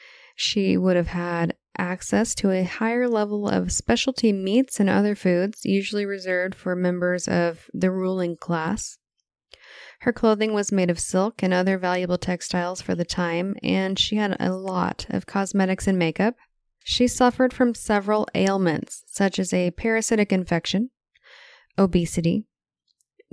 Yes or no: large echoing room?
no